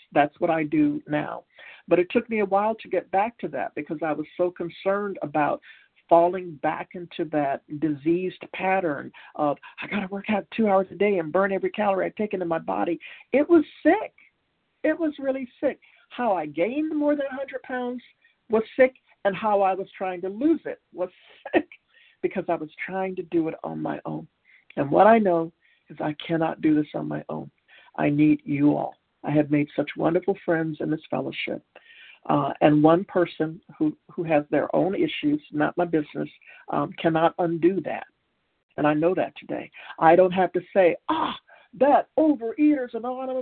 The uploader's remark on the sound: Qualification from the 100 Pounders Phone Meeting.